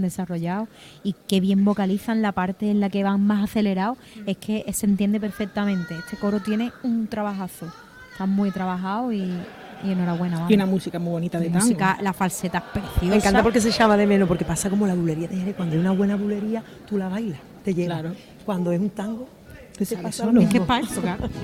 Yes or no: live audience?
yes